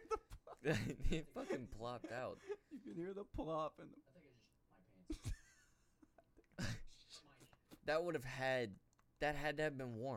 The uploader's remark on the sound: Sorry about the audio its really low.